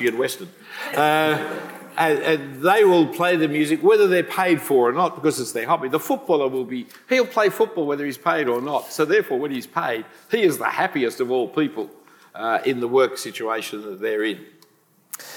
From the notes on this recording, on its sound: A talk preached at St Helens, London. UK 2018 Passion for Life.